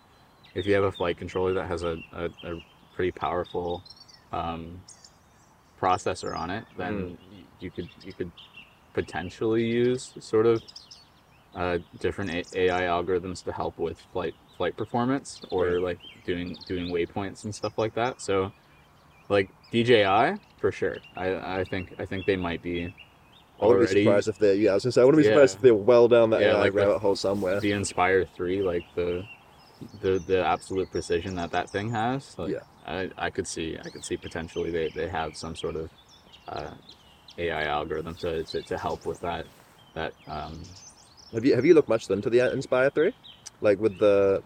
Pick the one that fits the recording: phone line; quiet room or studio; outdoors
outdoors